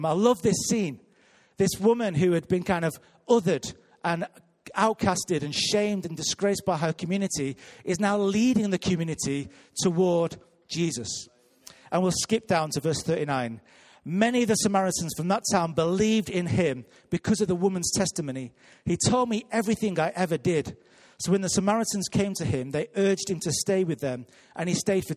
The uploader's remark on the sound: Recorded live at Life Church Lancashire on 10th February 2019.